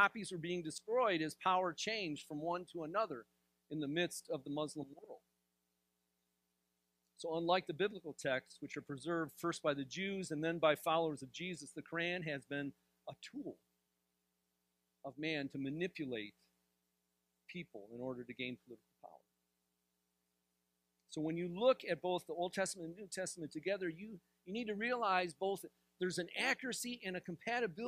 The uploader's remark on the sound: This sermon was delivered on January 7th, 2024 at Grace Church in Granger, Indiana.